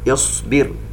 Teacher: وهنا كما تلاحظون ثالث الفعل حرف الباء مكسور، إذا نبدأ بهمز الوصل بالكسرة. يصبر، ونشبع الكسرة طبعا حتى تخرج الراء مرققة